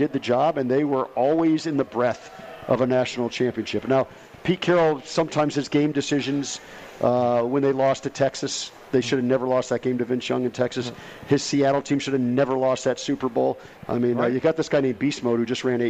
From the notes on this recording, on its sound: Live From The Cosmopolitan of Las Vegas